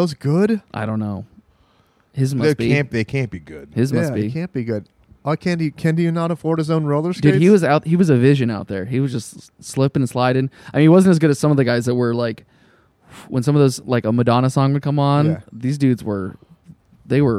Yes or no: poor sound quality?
no